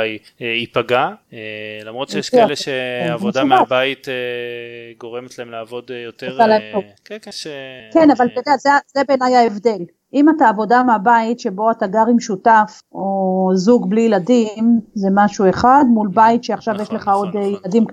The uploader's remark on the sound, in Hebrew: הקלטנו פרק (מרחוק כמובן )